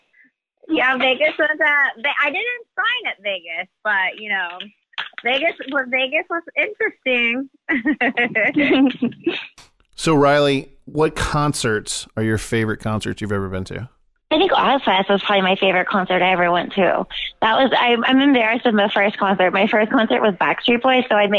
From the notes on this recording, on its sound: call into the "Rock Line"